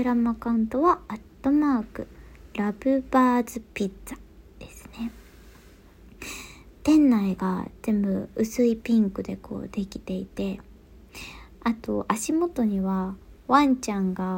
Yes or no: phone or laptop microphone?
yes